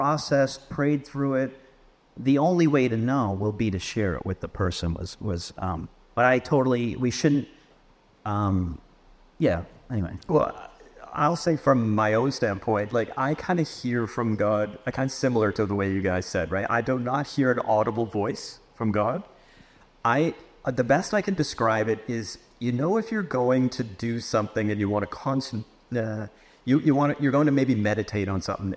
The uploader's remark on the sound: Share a discussion with live Q&A in a special edition of onramp. This podcast was recorded live at Northside Foursquare Church.